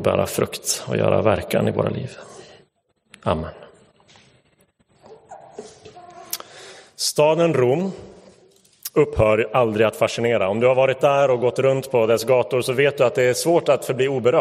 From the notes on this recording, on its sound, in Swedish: Inspelad i Roseniuskyrkan den 4 september 2022.